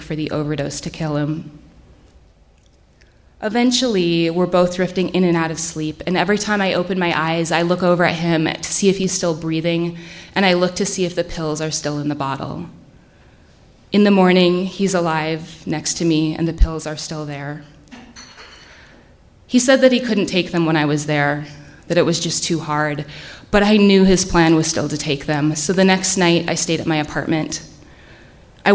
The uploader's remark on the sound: Live From Salt Lake.